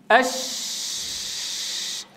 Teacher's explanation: عندما أنطق بحرف الشين يتباعد الوتران الصوتيان فيسمحان بمرور أكبر كمية من الهواء، فتقول أش، تباعد الوتران الصوتيان.